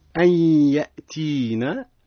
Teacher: النون عند الياء إدغام بغنة